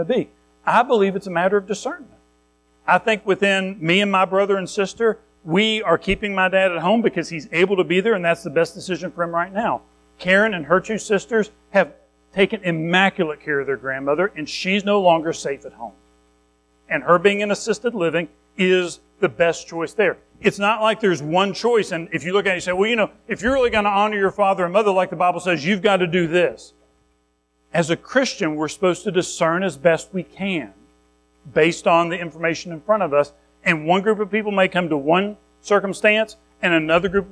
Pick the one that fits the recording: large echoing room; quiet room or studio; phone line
large echoing room